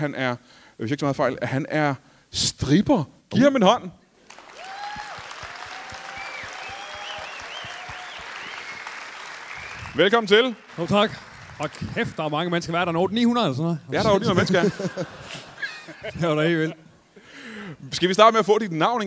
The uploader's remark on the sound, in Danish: LIVE fra Musikhuset i Esbjerg